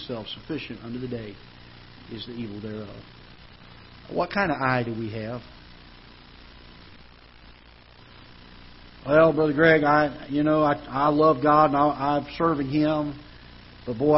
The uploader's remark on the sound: Ketha Heights Baptist Church ~ Live Broadcast